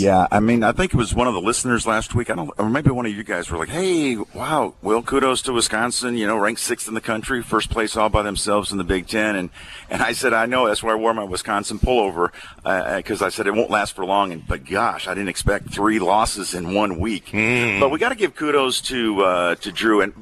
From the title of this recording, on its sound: LIVE FROM TUPELO WINE AND SPIRITS